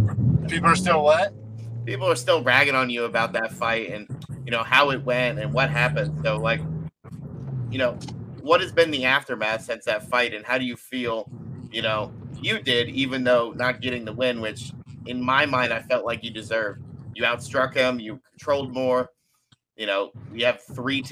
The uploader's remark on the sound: Connection issues aside, which were kinda fixed in post production